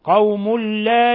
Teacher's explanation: تنوين ضم جاء بعده لام أليف، الحكم التجويدي إضغام بغير غنة